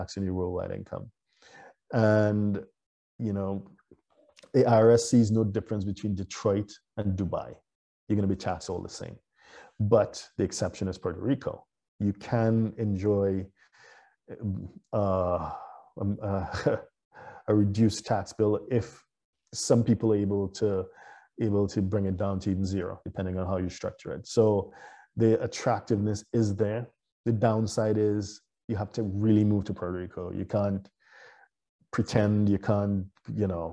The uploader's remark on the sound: (LIVESTREAM). For those joining us on Zoom. What you guys have come to this, to this live stream, you have questions.